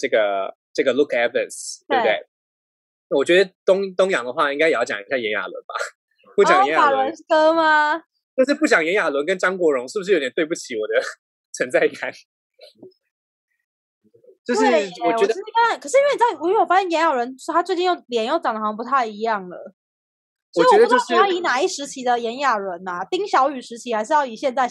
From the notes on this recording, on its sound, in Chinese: 本集採遠距錄音，因網路問題，時有斷訊、音訊不良或是雜音狀況產生